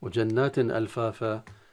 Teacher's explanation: التنوين تظهر عند الهمزة إظهار حلقي، يسمى باسم الخاص إظهار حلقي لأن الحرف الذي بعد التنوين من حروف الحلق وهي الهمزة.